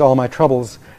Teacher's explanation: the trub receives the greatest stress because it has a nuclear stress, which is a tendency in English, German, Italian, I guess French to a somewhat lesser extent, where the stress goes on the most prominent syllable in the last word.